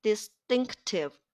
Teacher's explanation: 后面这个轻音，t 被前面的，s，给浊化了，发生了浊化现象